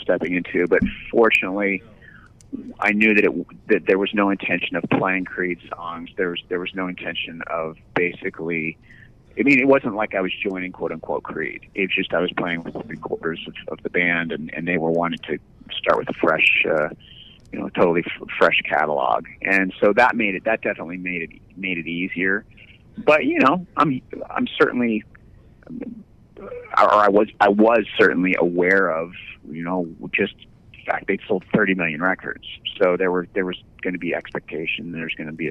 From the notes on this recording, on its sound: called into On Air